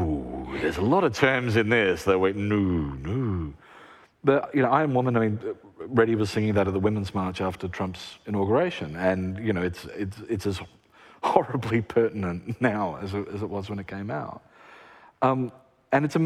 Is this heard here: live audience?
yes